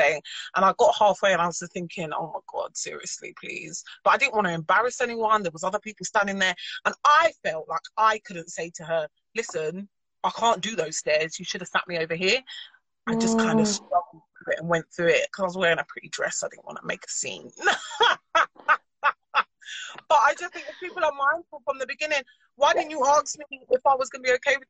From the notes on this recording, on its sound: This was an Instagram Live conversation now turned podcast episode.